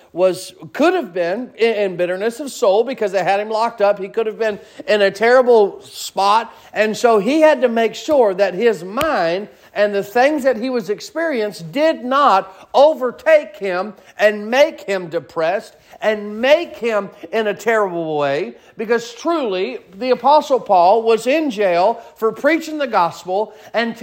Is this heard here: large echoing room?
yes